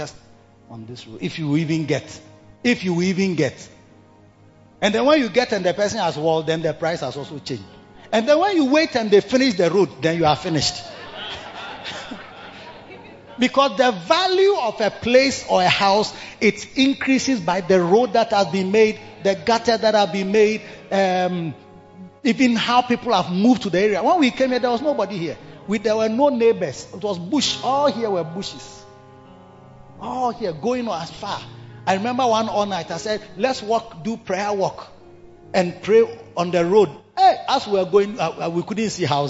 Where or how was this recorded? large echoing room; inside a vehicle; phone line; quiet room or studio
large echoing room